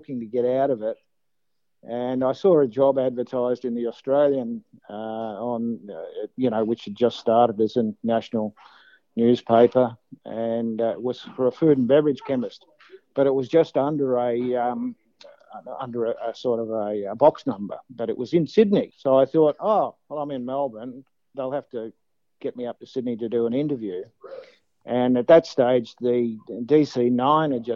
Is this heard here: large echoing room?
no